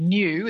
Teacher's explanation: there's a y sound, as you pointed out, in the word new, the way we pronounce it, and that's been dropping out. · Term: yod